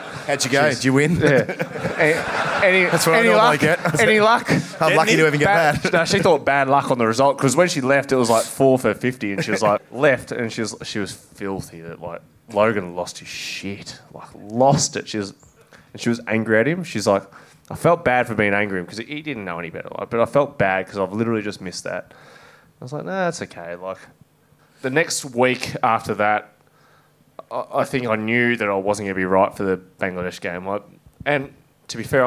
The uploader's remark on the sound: Live at the Corner Hotel. With some polishing up for the audio feed.